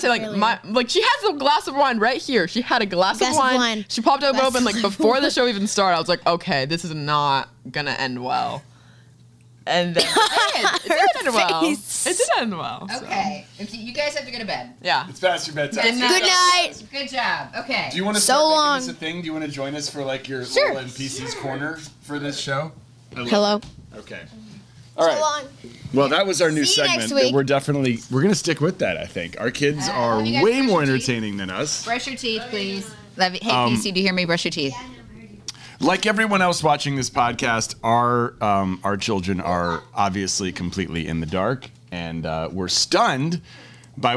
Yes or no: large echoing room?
no